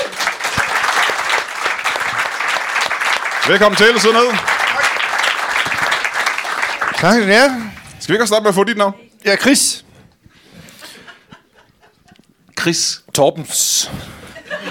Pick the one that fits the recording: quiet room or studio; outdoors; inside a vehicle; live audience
live audience